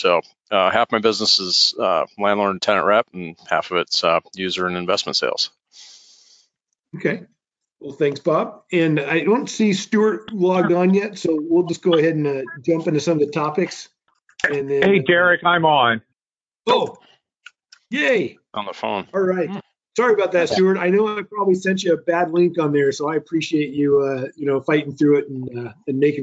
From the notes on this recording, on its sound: Recording of my May 18, 2021 Webinar. Webinar with NAI Puget Sound Properties.